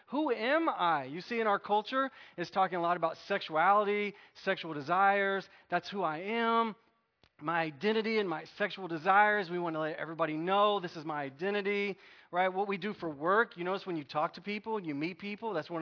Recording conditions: large echoing room